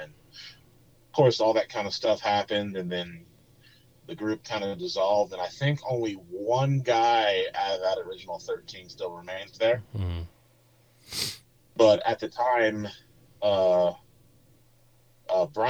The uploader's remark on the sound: I do apologize for the sound quality as he was in the middle of no where in west Texas during the recoding!